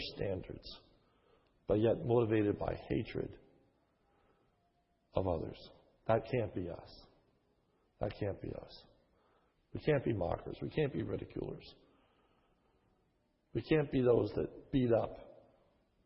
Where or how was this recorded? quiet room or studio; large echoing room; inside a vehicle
large echoing room